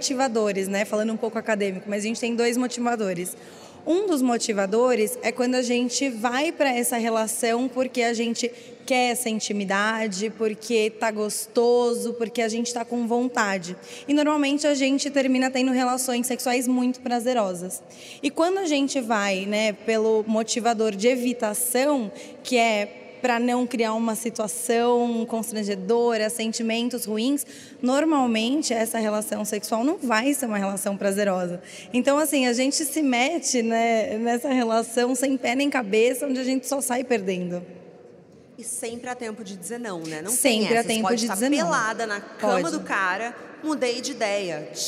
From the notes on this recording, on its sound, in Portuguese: Episódio ao vivo. Conversa ao vivo, diretamente do State, em São Paulo.